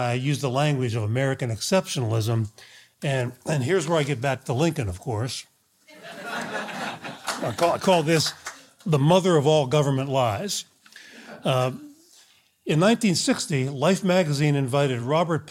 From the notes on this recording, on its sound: Recorded at the Mises Institute Supporters Summit in Auburn, Alabama.